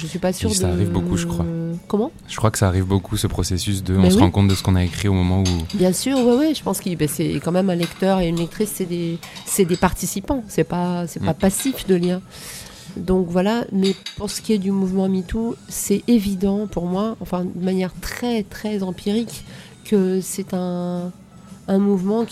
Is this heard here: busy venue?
yes